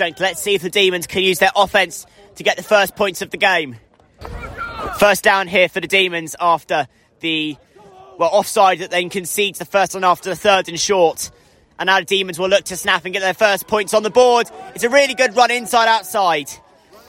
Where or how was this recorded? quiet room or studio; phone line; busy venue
busy venue